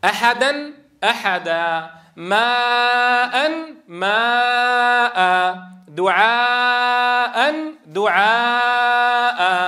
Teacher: إذا مد العوض هو التعويض عن تنوين النصب حالة الوقف بألف، وهذا موجود في اللغة، يعني هذا العرب تفعل هذا، وهذا أيضا في كلام الله في كتاب الله عز وجل، إذا وقفنا على تنوين النصب أبدلناه ألفان. إذا هو التعويض عن تنوين النصب حالة الوقف بألف تمد بمقدار حركتين ويلحق بالمد الطبيعي.